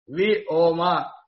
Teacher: Vyoma, he says, for the sake of chandas, this should be split into Vyoma. The final vowel is metrically lengthened.